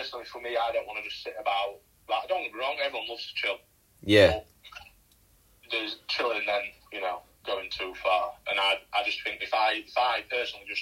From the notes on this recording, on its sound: via phone call